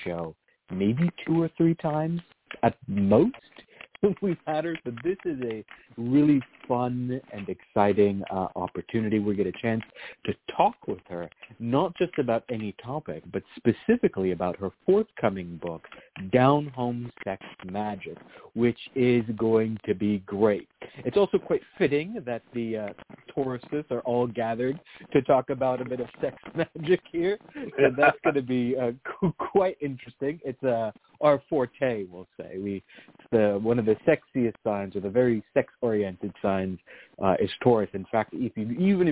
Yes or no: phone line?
yes